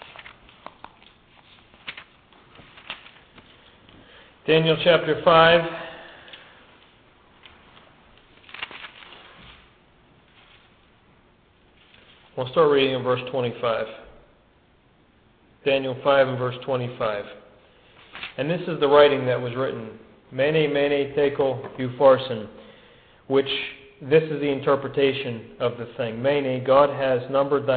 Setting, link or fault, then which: setting, large echoing room